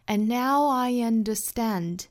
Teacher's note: 第一个词的 and 尾部的 d 的发音我们把它给略掉。 And now I understand 三个单词两处元音的加音连读。